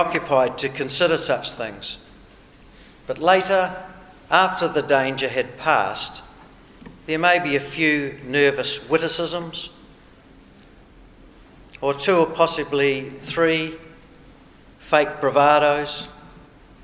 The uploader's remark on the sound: In this episode we hear the recording of the New Zealand Bomber Command Commemorative Service held in the Hall of Memories of the Auckland War Memorial Museum.